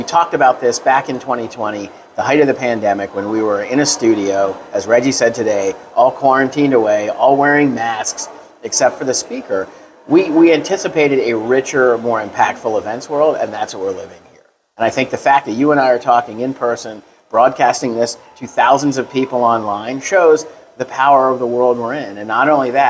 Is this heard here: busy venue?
yes